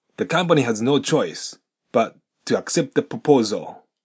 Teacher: 後ろの the が前の t を飲む形で accept the というふうになります。つまり accept の t が聞こえません